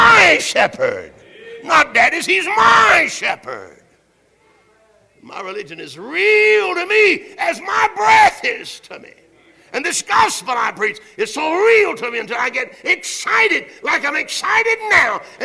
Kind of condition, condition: setting, large echoing room